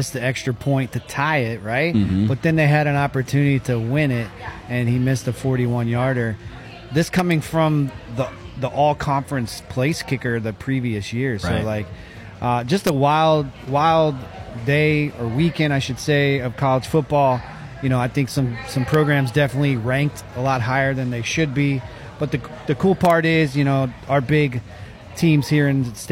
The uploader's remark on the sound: Live at Lime Fresh Mexican Grill. At Lime Fresh Mexican Grill on Narcoossee just south of Lake Nona High School.